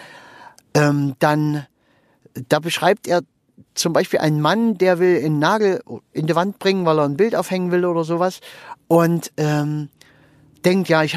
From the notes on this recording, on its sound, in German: Wenn ich mit meinem Aufnahmegerät am Straßenrand im Auto sitze, wenn ich während der Autofahrt aufnehme oder sonst irgendwie, dann ist die Aufnahmequalität etwas gemindert. Manchmal kannst du hier auch eine Rede mithören.